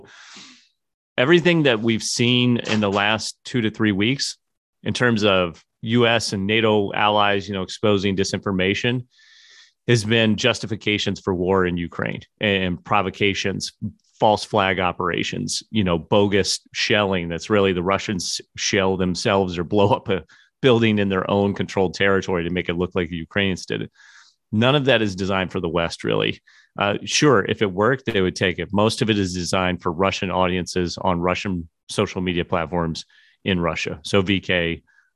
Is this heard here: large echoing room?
no